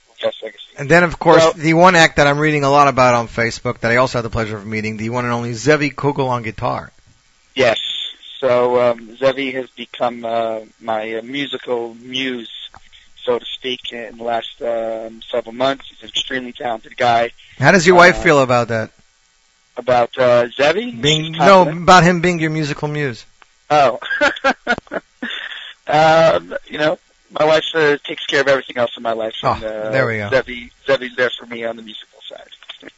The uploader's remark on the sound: On this week's Z Report LIVE we have a truly AMAZING Succos show. Phone in to talk to us.